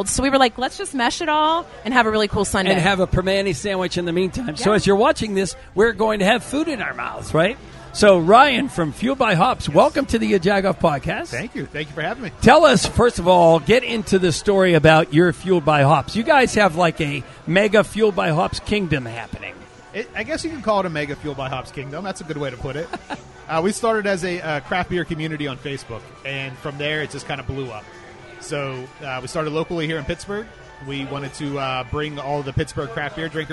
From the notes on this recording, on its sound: Thanks to Fueled by Hops Podcast, we simultaneously recorded at Primanti’s.